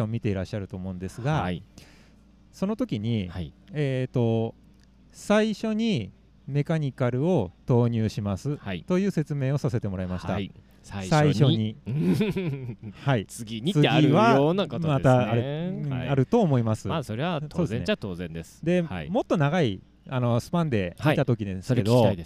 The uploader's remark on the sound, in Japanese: 収録地： 長野県北安曇郡白馬村 Grinduro Village。収録機材： ZOOM F3 (レコーダー)、AKG D5, C3000B（マイク）。